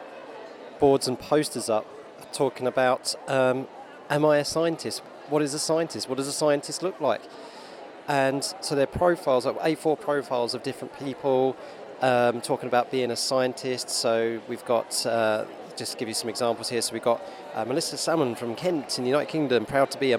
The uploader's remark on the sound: A special episode recorded on-location at the Norwich Forum for the Norwich Science Festival. (On Location, UK).